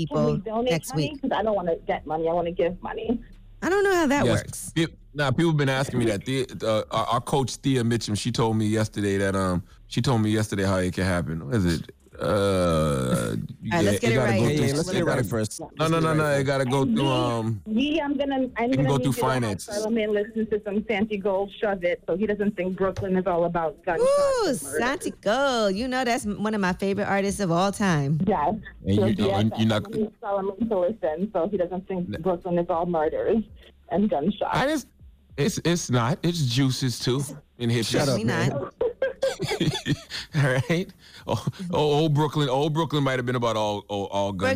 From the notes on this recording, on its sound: we opened up the phone lines